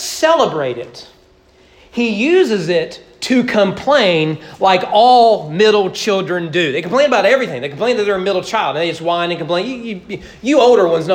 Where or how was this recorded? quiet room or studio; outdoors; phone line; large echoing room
large echoing room